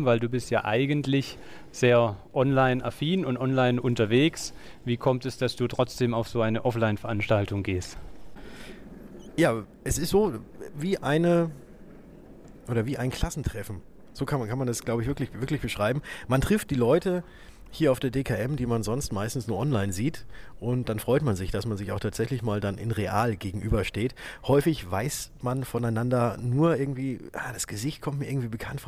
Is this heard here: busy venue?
yes